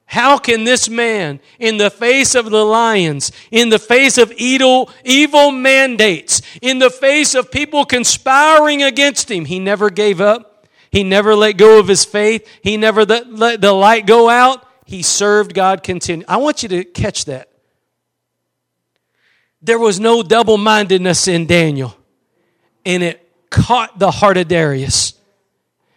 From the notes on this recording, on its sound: Preached at Gospel Lighthouse in Bossier City, La.